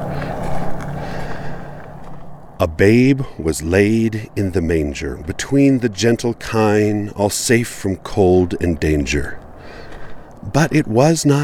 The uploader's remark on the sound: Recorded on site at the tiny, old cemetery in Charleston, Utah.